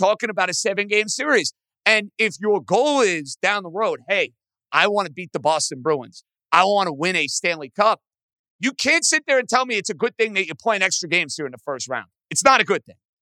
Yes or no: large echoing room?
no